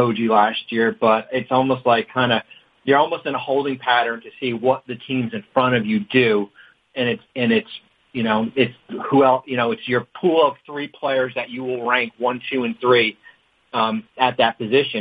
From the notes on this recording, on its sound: NBA Draft Combine Conference Call